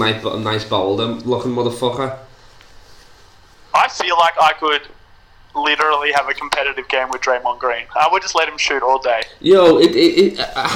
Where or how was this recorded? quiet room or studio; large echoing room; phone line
phone line